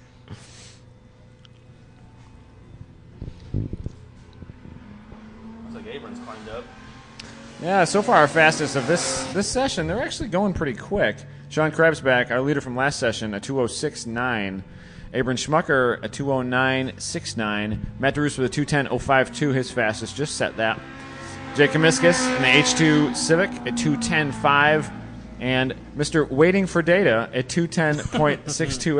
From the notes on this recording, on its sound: rainy day coverage at #Gridlife Special Stage at Gingerman Raceway